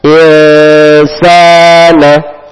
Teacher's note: sinnya dua harokat, panjang dua harokat.